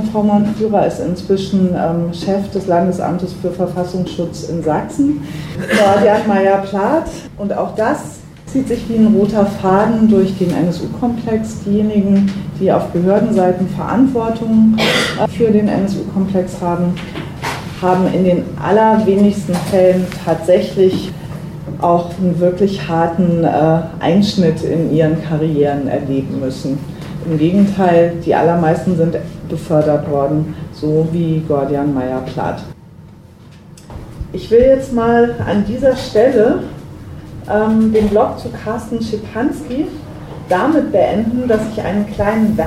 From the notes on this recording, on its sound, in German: Aufnahme von einer Berliner Veranstaltung im Baiz